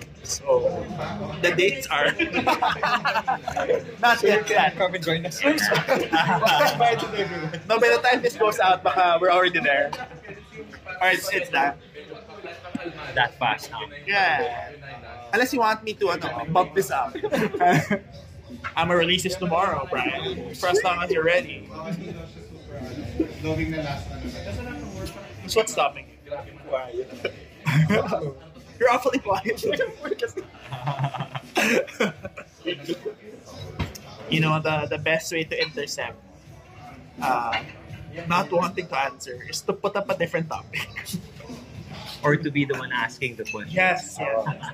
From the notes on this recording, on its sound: This was recorded in Fauna, a cozy speak-easy at the heart of Bonifacio Global City